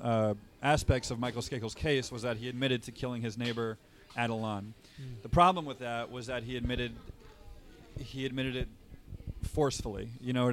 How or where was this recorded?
busy venue